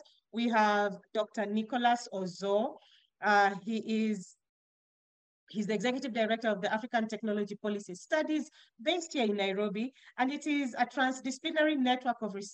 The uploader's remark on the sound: This episode features recordings from the webinar themed, 'Using African Policy Data to monitor trends in Public Policy'.